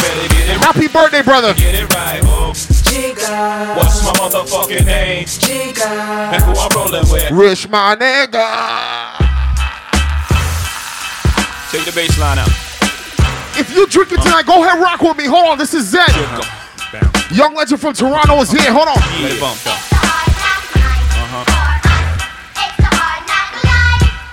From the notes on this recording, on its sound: ZEN NIGHT CLUB-HAMILTON Z (LIVE AUDIO DIRTY). INSIDE ZEN NIGHTCLUB, HAMILTON ONTARIO.